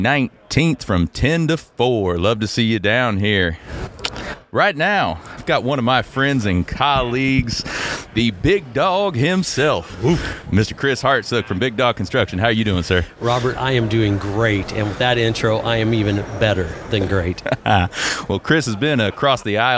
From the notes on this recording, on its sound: On site at the Springfield Area Home Builders Home Expo.